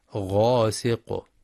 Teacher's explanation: ويراعى في قوله تعالى ومن شر غاسق إذا وقب بيان الإظهار الحلقي للتنوين لوقوع الهمزة بعده غاسق إذا، مع الحذر من ترقيق الغين في غاسق لأنها من حروف الاستعلاء